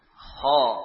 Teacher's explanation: Ada suara yang menebal ketika kita memfathah huruf kho dengan mengarahkan suara ke langit-langit. Kho. Ha. · Term: isti'la